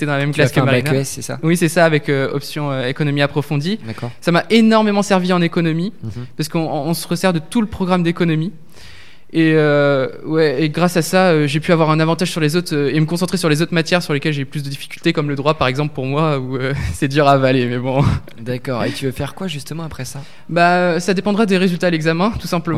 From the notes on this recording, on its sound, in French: Interview réalisée en direct samedi 2 février 2019, pendant le 2ème Forum de l'orientation du LRB.